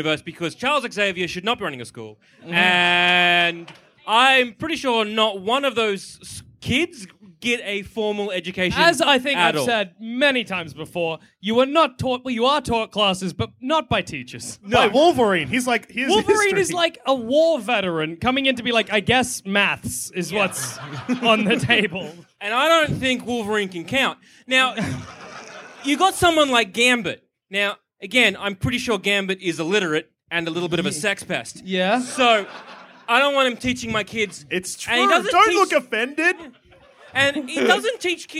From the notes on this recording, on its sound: Our very first interstate live show, recorded somewhere in Sydney.